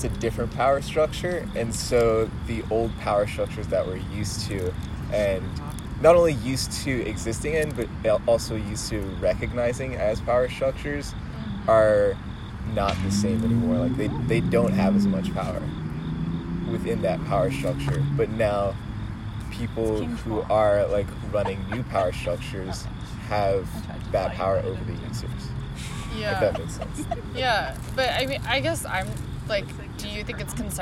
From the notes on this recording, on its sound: Joined by a group of friends enjoying a day outside in nature.